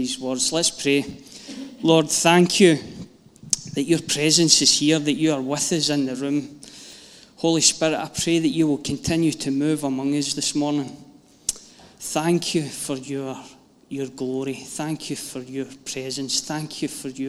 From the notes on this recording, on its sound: Live from our Sunday gathering 18/09/22